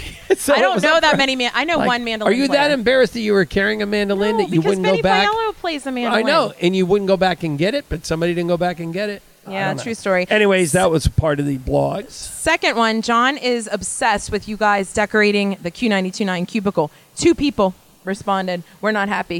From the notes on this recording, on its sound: Set up some borrowed chairs on a sidewalk near the Convention Center, some microphones a camera and tripod and, boom, there ya have a podcast! Of course with weird looks from everyone passing by.